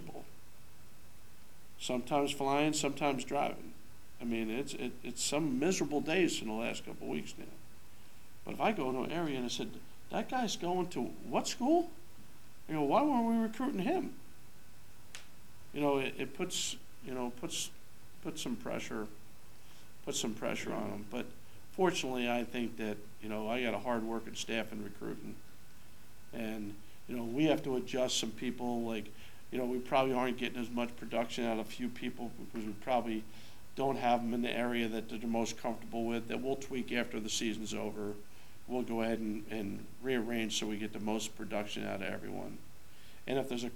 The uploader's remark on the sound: Press Conferences & Post-Game Interviews